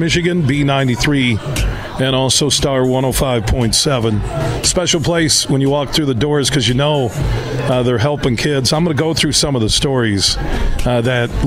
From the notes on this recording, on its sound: We're broadcasting live from Helen DeVos Children's Hospital in downtown Grand Rapids as iHeart West Michigan has their 24th Annual Radiothon.